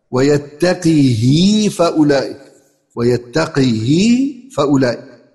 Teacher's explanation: بكسر القاف وبكسر الهاء مع الإشباع